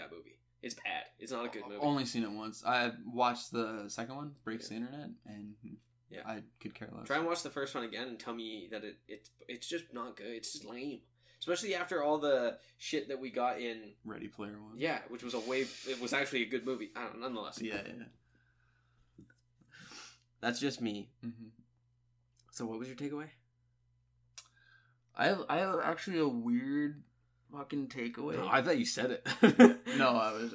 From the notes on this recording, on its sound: The struggle to talk about all of the news because of all the technical difficulties.